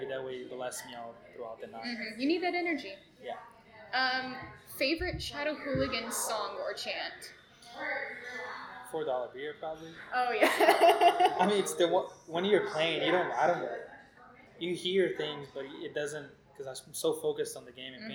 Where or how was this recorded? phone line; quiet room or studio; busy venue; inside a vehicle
busy venue